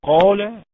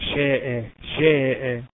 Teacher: قاف مفخمة يبقى الألف على طول تفخم · Shown in: first take · إنما عكس مثلا شاء شاء، الشين حرف مرقق يبقى الألف ترقق.